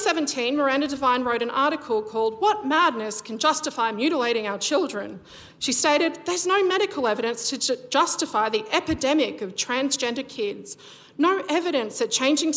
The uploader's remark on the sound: LIVE AT THE WOMEN IN MEDIA CONFERENCE